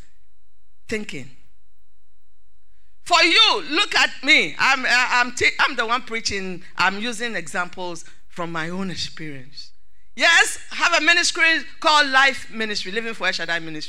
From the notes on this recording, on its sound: Sermon preached at CBC Shiashie Campus